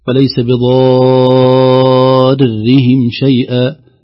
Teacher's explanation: هذا مد لازم كلمي مقدار 6 حركات